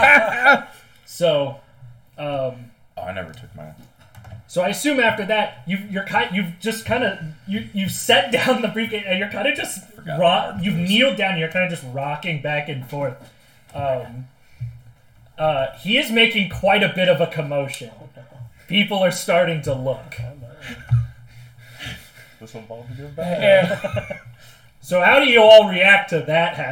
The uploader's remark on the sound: The full unedited audio of our second session, be warned that the audio is unbalanced. We are still working on the mic problems.